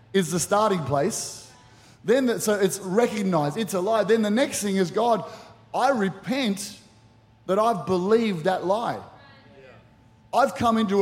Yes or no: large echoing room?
yes